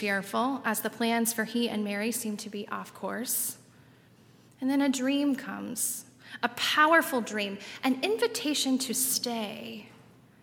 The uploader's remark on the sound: on Sunday, December 22, 2019, at Highland Baptist Church